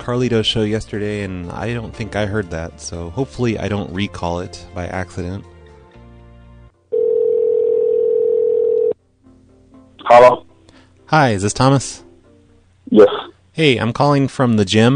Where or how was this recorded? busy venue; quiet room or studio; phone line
phone line